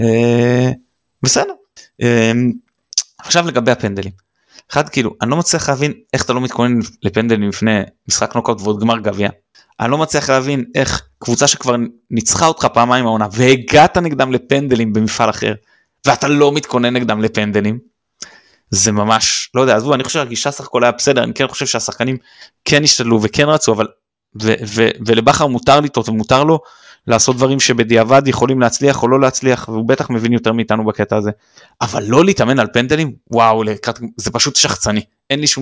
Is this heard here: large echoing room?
no